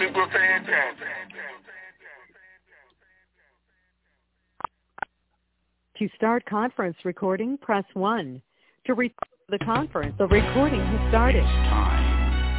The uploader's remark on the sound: Conference Call